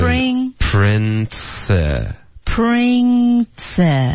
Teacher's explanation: prin 的这个 n 的音记得舌尖顶上去上颚，接着发 tse principles 对 principles 对，所以主要的句型是 I can't afford toOK、我负担不了什么东西 I can't afford